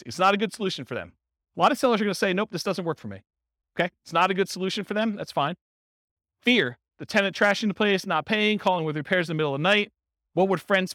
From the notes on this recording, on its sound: This was a live class recorded